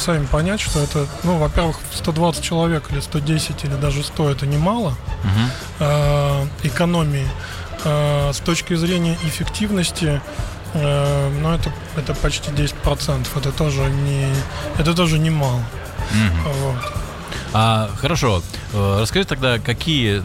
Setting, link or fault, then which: setting, busy venue